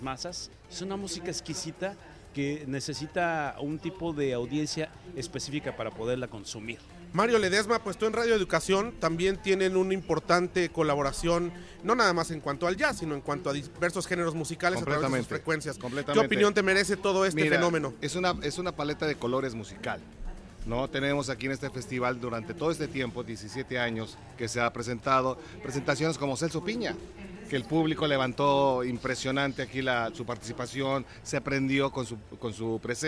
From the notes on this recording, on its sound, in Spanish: Tertulia radiofónica en el 17º Festival Internacional de Jazz de la Riviera Maya. Transmitido el domingo 1 de diciembre de 2019 desde el Festival de Jazz de Riviera Maya.